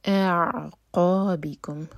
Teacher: Cut off sound کے ساتھ عین بعد میں ٹچ کریں گے، پہلے ا ایک حرکہ پھر عین سے جڑا جائے گا. اعقابکم، قاف ہیوی، مو بھر کر.